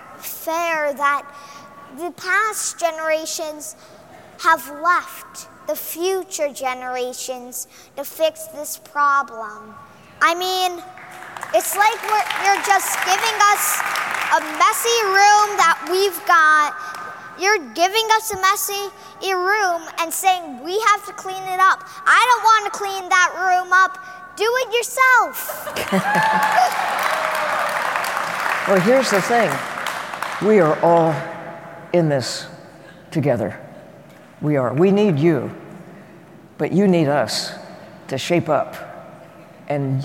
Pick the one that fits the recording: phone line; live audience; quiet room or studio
live audience